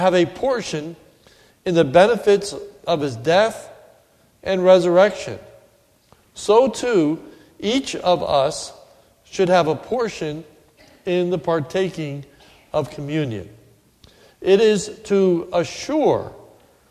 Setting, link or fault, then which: setting, large echoing room